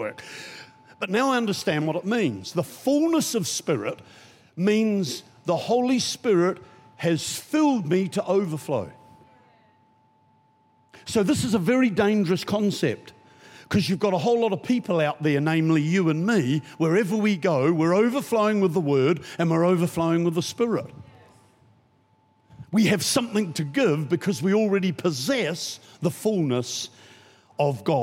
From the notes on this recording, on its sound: Recorded during our 5pm service on Sunday, the 25th of June 2023